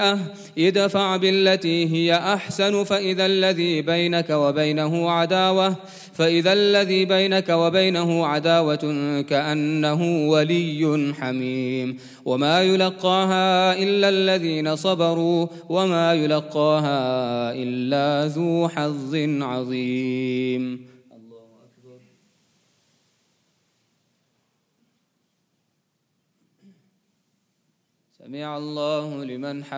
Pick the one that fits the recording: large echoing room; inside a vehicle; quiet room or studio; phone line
large echoing room